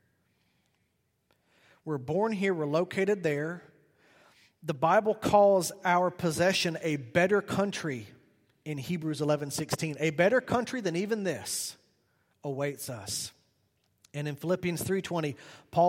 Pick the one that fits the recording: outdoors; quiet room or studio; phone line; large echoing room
large echoing room